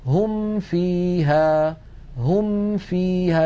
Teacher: عندما ننتهي هم، انظروا إلى فمي، هم بنهاية الميم الفم مهيئ على مخرج الفاء، هم فيها هم فيها بسهولة ومن غير تكلف. · Term: الميم الساكنة